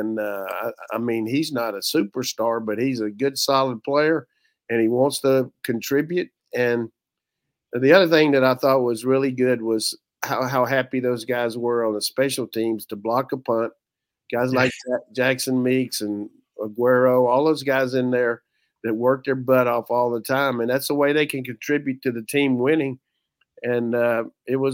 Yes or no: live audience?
no